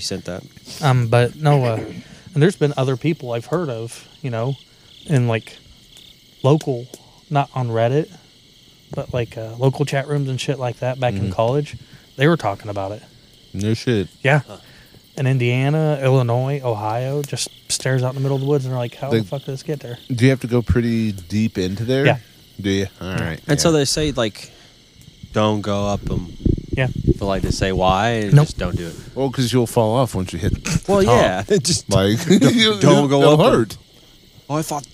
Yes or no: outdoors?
yes